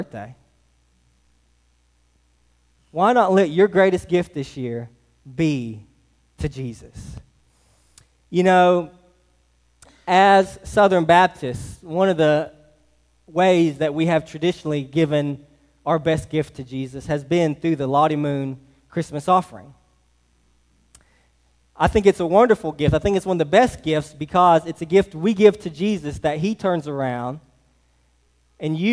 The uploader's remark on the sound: Delivered on 12/24/23 at Hillside Baptist Church in Eastman, GA.